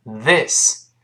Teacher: 还是舌头吐出来一丁丁点儿，声带震动